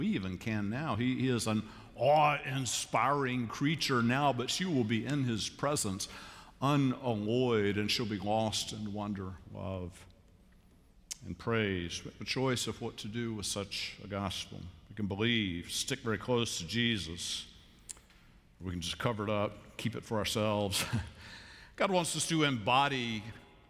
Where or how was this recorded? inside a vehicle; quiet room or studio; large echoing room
large echoing room